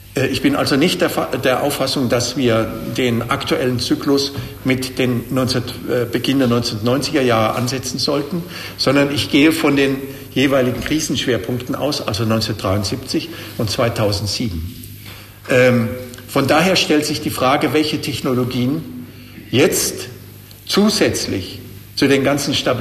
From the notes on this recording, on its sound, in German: Die Antworten des Referenten auf die Fragen des Publikums.